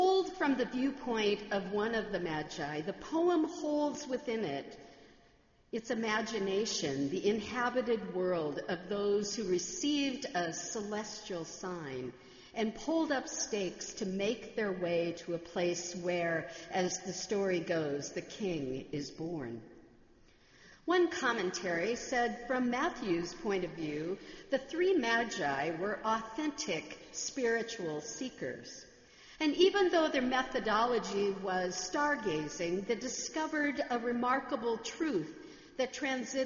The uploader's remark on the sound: Sermon on Christmas Eve, December 25, 2015, in the Memorial Church.